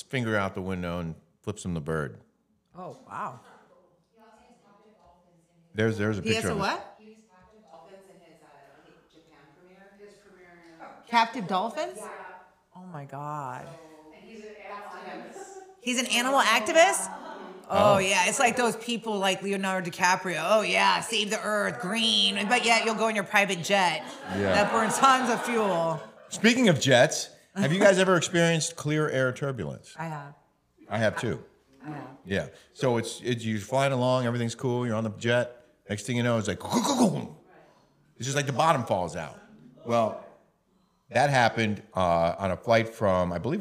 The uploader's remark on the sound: Taped in front of a LIVE AUDIENCE at TBD STUDIOS in Laguna Beach, California.